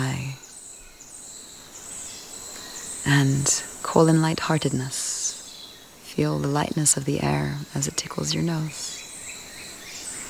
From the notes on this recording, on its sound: Recorded in the Osa Peninsula in Costa Rica -- thank you to all the birds and creatures who feature in this episode.